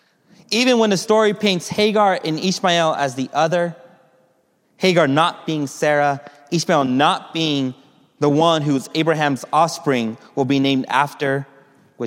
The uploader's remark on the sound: Message delivered during the Contemporary Worship